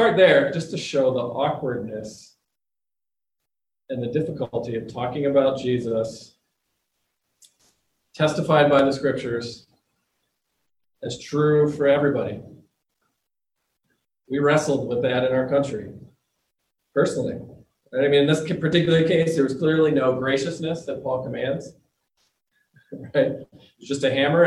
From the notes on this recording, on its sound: The audio includes the entire service.